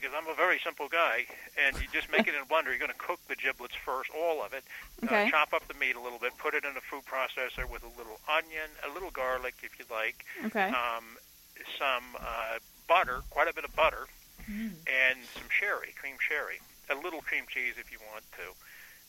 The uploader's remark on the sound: called in and talked with us